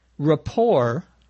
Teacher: Rapport, R-A-P-P-O-R-T, notice the T is not pronounced, means a good understanding, friendliness between and among people.